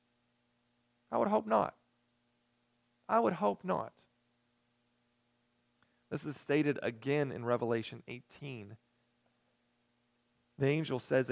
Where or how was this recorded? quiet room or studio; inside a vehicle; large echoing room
large echoing room